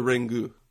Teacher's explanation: a lot of times that syllable in Japanese, like the U sound, is very short